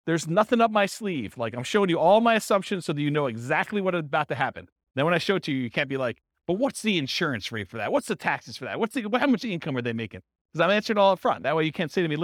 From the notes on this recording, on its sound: This was a live class recorded